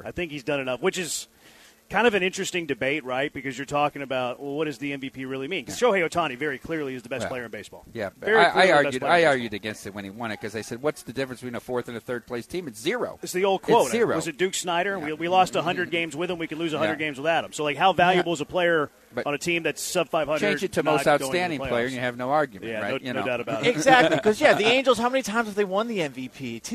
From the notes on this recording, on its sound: LIVE from Circa Resort & Casino in Las Vegas!